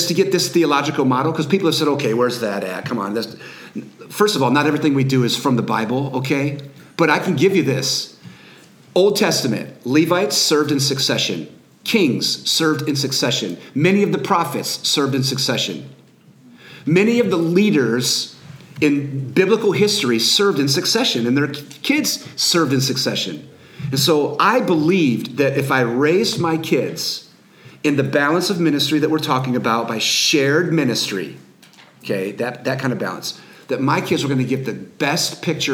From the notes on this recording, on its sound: Q And A Live Audience. A live podcast with a studio audience of over 100 YH Leaders in Missouri.